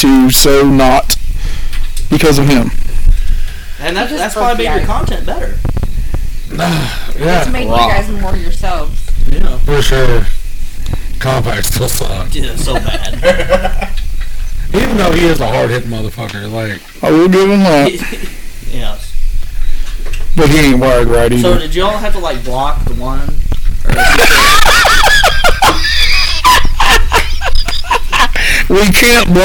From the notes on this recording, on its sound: Our sound quality isn't great this week due to being outside